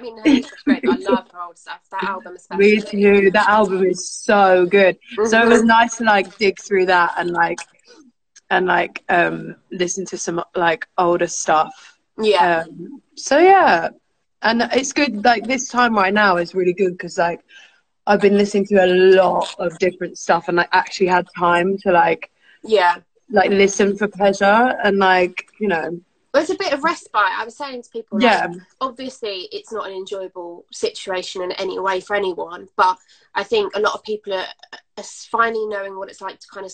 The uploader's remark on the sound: Recorded live from our Instagram Live Chat